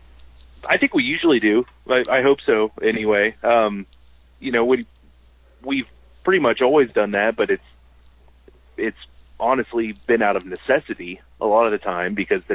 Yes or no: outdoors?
no